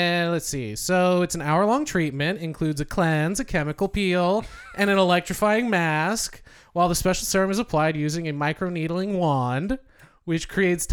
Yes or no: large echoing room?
no